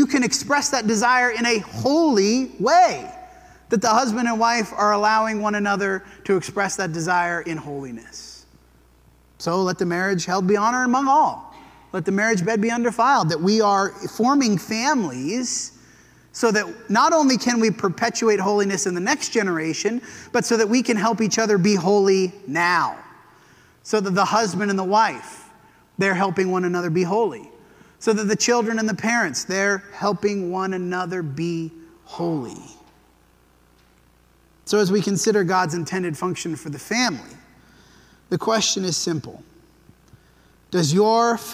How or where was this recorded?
large echoing room